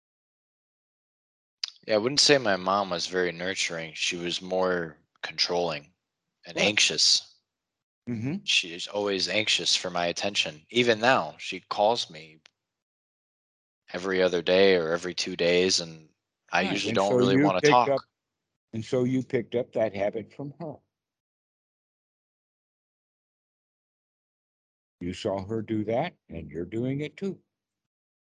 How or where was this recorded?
video call